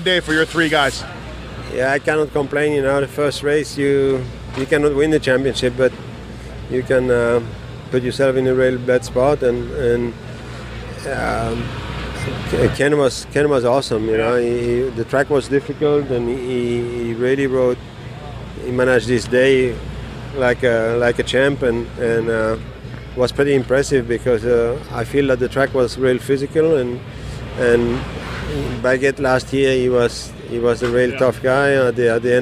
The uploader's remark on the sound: Hangtown 2013 Post-Race Interviews